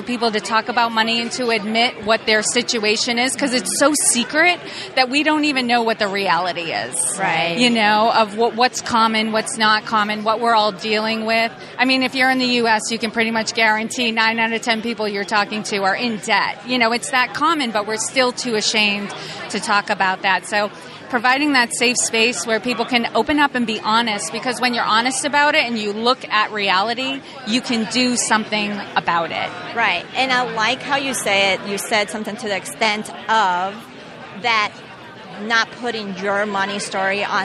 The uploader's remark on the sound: This episode was recorded at Podcast Movement in Chicago so we were all physically in front of one another.